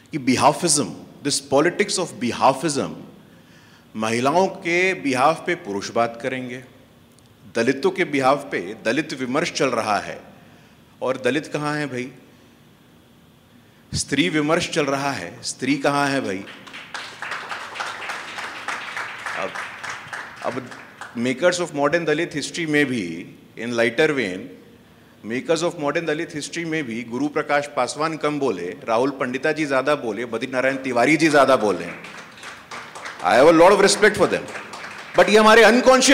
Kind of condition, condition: setting, live audience